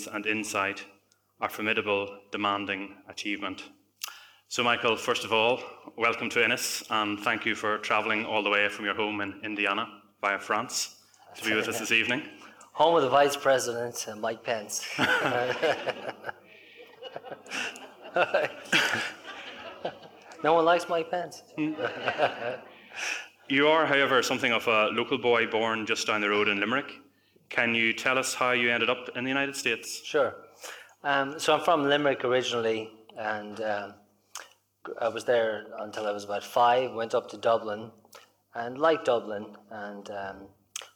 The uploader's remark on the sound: This conversation took place at the Ennis Book Club Festival in Co. Clare.